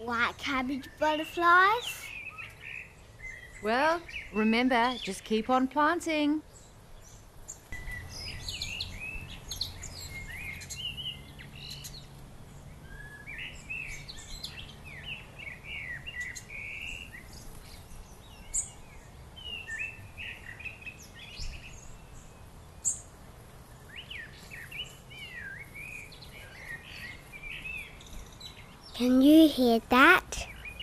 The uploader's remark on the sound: Listen to the sounds of a Spring garden in Australia.